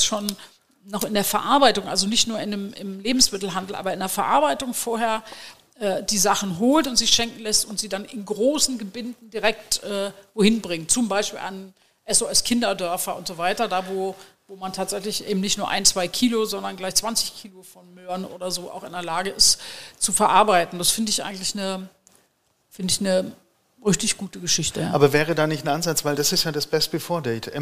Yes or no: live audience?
yes